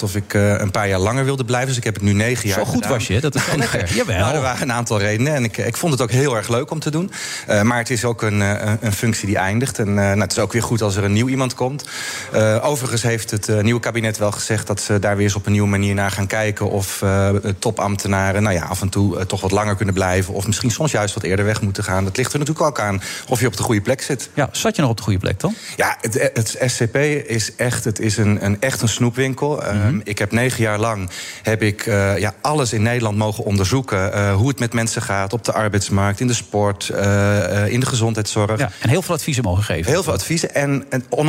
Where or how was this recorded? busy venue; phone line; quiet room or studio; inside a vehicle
busy venue